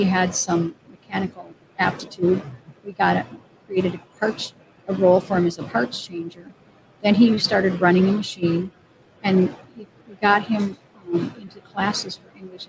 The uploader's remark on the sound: our afternoon of livestreaming from the American Gear Manufacturers Association's Motion + Power Technology Expo at Huntington Place in Detroit